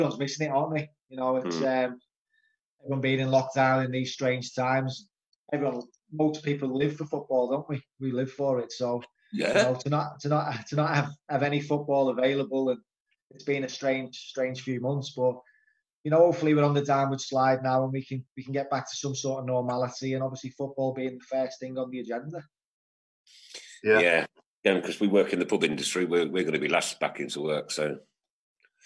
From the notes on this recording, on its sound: episode recorded on Zoom